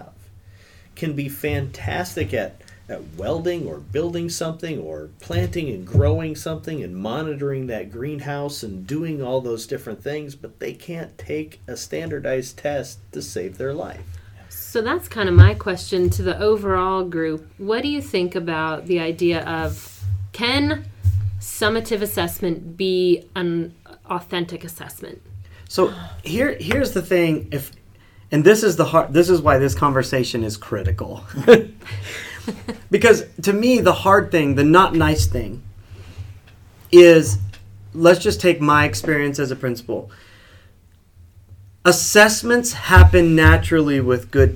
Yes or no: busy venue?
no